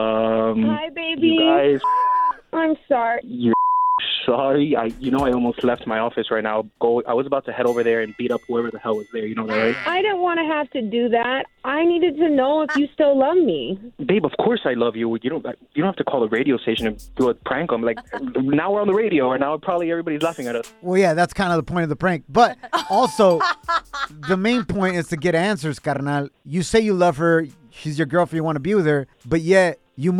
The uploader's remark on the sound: we opened up the phone lines to help our listener